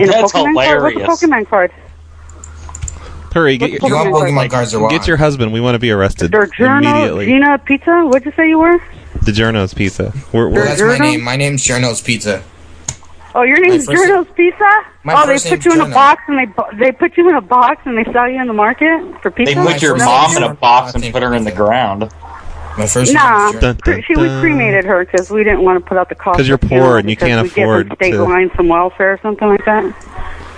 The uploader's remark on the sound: …'s Personal Prank Phone Calls Collection.